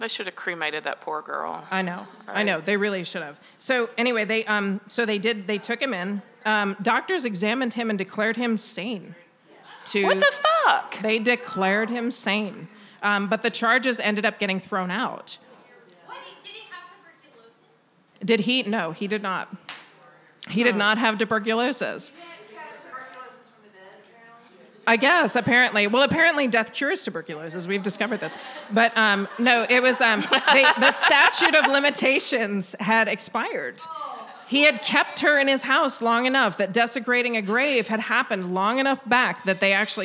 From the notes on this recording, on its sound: Our first LIVE show was recorded at the haunted Peerless Saloon in Anniston, the oldest bar in Alabama!